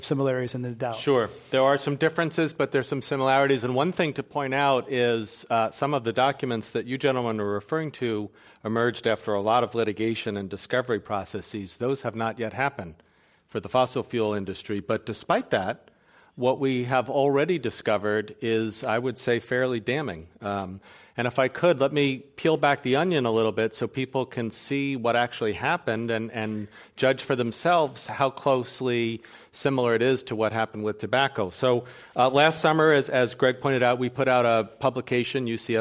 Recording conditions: live audience